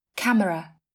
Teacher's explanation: cách phát âm đầy đủ với ba âm tiết với trọng âm đặt ở âm tiết đầu